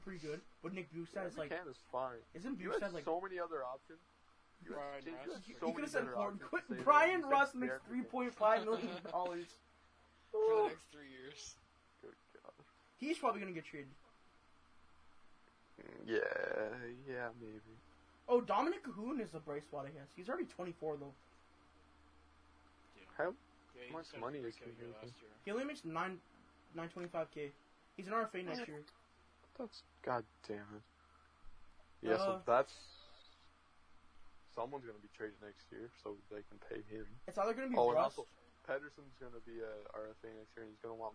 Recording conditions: poor sound quality